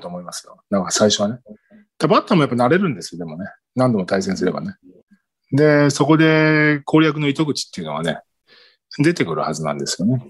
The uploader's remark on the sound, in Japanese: ニューヨークと結び、リモート収録で行われ